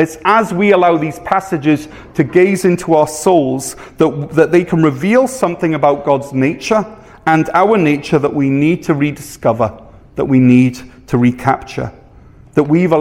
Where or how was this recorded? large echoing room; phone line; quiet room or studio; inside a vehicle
large echoing room